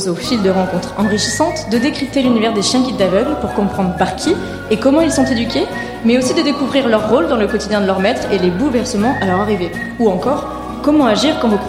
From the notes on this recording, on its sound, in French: En direct de PodRennes. L'introduction est également enregistrée en direct. Les photos projetés pendant l'enregistrement.